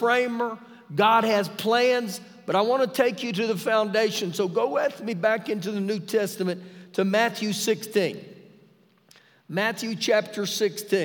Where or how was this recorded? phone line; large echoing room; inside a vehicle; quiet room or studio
large echoing room